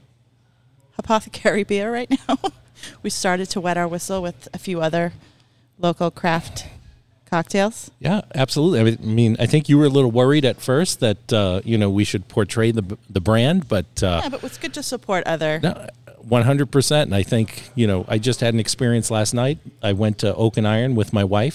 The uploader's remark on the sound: LIVE From Hopothecary Ales